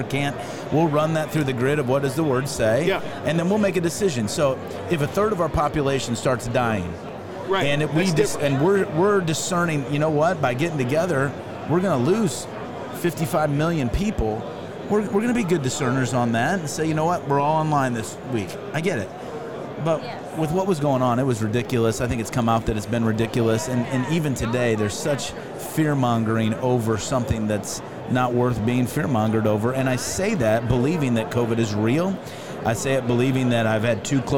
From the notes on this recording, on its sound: Following Up at NRB. LIVE from NRB 2022!